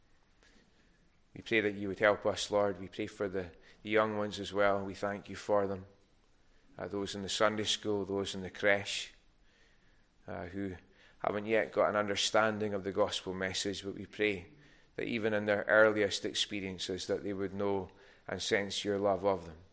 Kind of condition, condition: setting, large echoing room